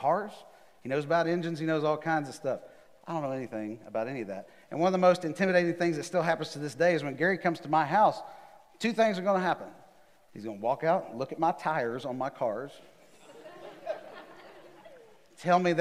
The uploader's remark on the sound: Recorded live on December 6, 2020 at The Fellowship at Mt Juliet.